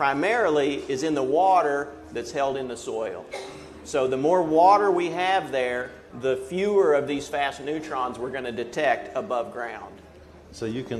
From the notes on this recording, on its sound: This podcast was recorded at Research on Tap. Research on Tap is held on the third Monday at every month at Stillwater's Iron Monk Brewery. The public is invited to hear presentations from leading researchers at Oklahoma State University.